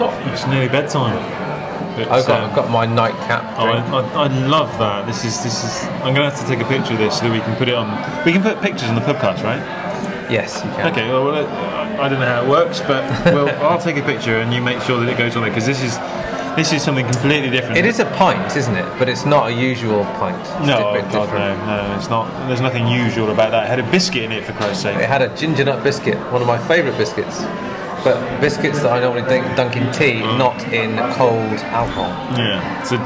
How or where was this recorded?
busy venue